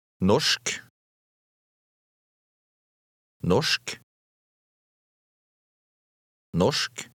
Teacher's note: Notice the sh sound before the final k sound.